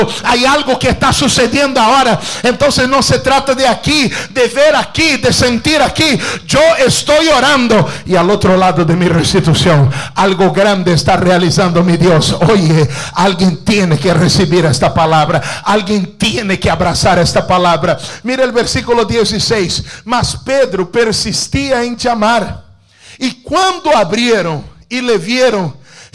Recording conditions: large echoing room